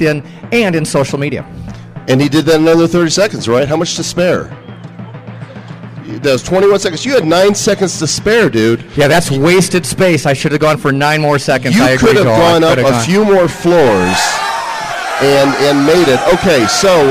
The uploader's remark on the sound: Live From AffCon 2010. Talks with attendees live on the convention floor.